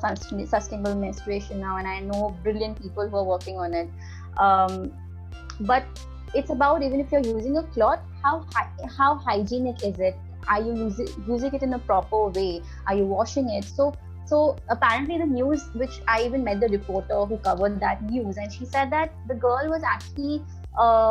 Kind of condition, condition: link, video call